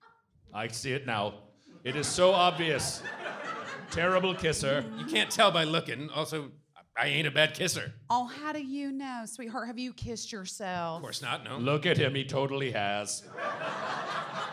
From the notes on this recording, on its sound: SF Sketchfest 2020. This episode recorded on January 17th 7pm at The Palace Theater.